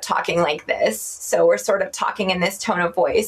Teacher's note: vocal fry happens when you have a, like a sizzle in your voice